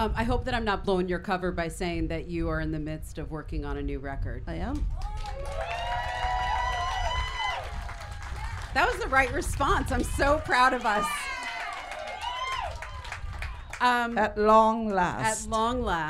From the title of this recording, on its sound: SHEROES Live At Newport Folk Festival